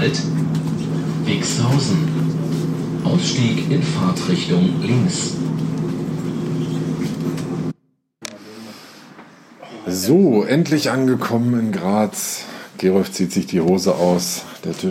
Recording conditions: background noise